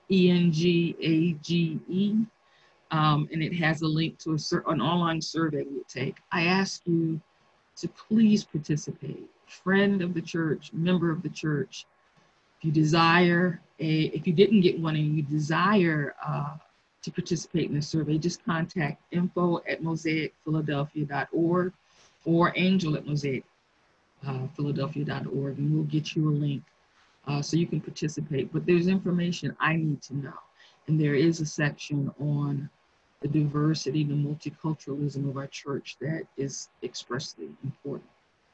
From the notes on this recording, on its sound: Our Zoom streamed service